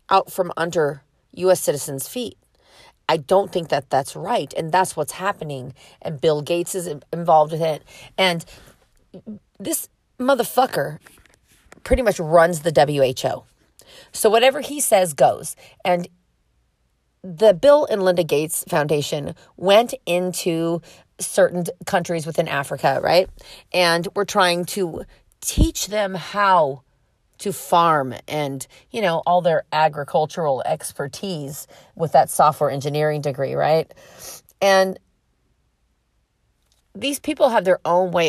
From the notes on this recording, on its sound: Me in my car